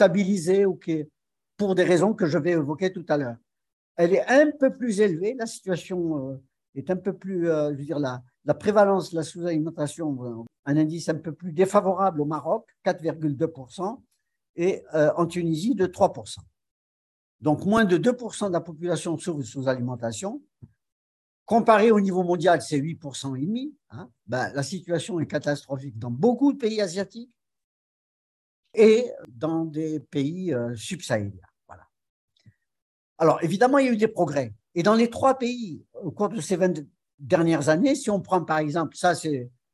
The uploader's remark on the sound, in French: Cet épisode a été enregistré le 02 février 2023 via zoom. Par le Centre d'Études Maghrébines à Tunis ( CEMAT ).